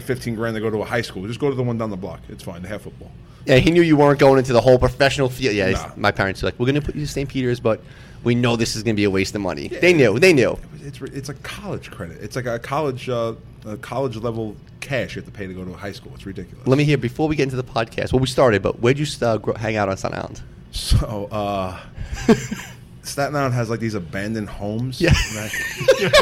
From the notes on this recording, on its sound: The show was recorded from the legendary Jack Demseys.